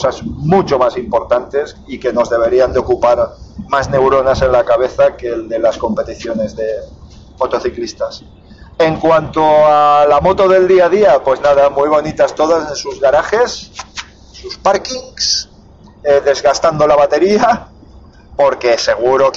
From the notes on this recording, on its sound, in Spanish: Ah, por cierto, disculpad el audio que es espantoso.